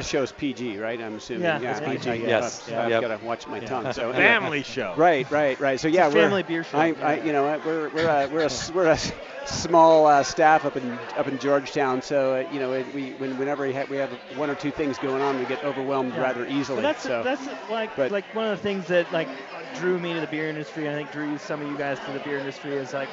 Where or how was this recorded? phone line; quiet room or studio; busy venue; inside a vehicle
busy venue